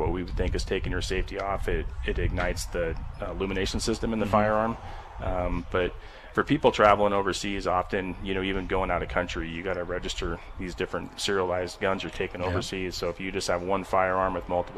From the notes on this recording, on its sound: “Live” Broadcast at 1 Shot Gear for 2nd Annual Grill Out. We are broadcasting “LIVE” at 1 Shot Gear for the 2nd Annual Grill Out & Sitka Clearance Sale.